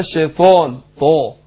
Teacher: يبقى بفخم الطاء والالف تابعه لما قبلها تفخيما وترقيقا